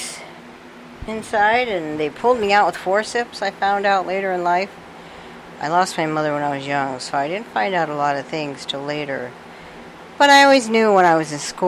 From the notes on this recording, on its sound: I'm sorry for the fan and for a couple of cutouts in the mic that was minor so I left them in.